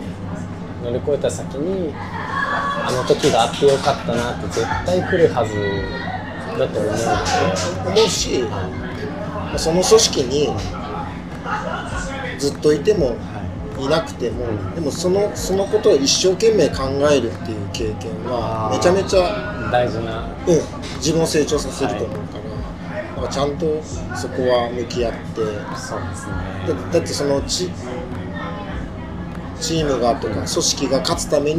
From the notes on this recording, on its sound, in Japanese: 焼肉屋さんで突然の収録で騒がしいですが、そんな場だからこその熱い談義になりました。呑みの席の感覚で聞いてください。